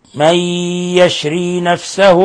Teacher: من يشري نون ساكنة جاء بعد حرف الياء، الحكم التجويد إدغام بغنة